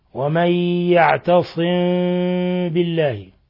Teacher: ثم ميم ساكنة جاء بعد حرف الباء، الحكم التجويدي إخفاء شفوي، إخفاء شفوي، لأن الباء مجيء الباء بعد الميم الساكنة يجعلنا نخفيها عند الميم · وجه بترك فرج يسير بين الشفتين مع غنة من الخشوم، وهذا هو وجه الأشهر وقرأ به الأكثر، ووجه بإطباق الشفتين، والوجهان صحيحان مقروء بهما، غير أن الوجه الأول وهو ترك فرج يسير هو الذي عليه شيوخنا والذي تلقيناه والذي عليه سائر البلاد الإسلامية العربية والإسلامية.